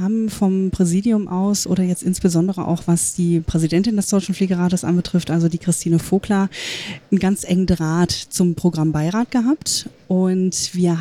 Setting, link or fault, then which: setting, busy venue